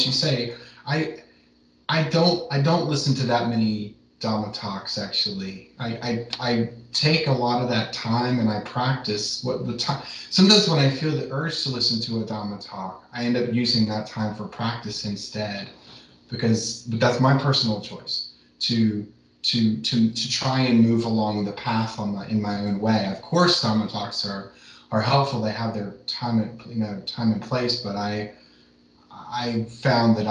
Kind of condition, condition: link, video call